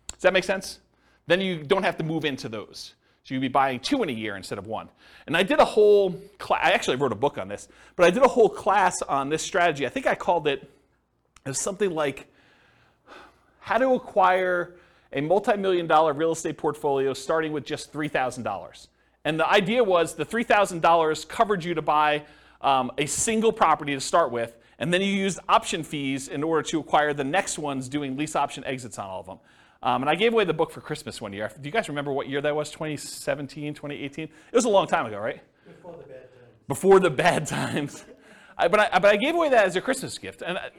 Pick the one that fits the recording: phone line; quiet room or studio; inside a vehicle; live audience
live audience